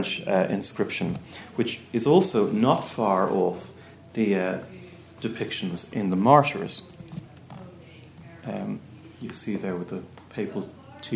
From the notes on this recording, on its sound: at the 2022 Tudor and Stuart Ireland Conference